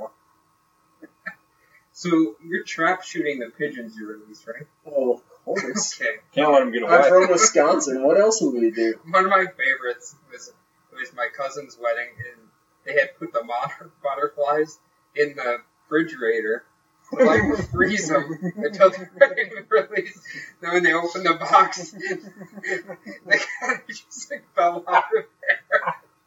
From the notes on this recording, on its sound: We double, triple, quadruple checked to make sure our audio was capturing off the mic, but it ended up coming off the laptop. This was an amazing and fun live show.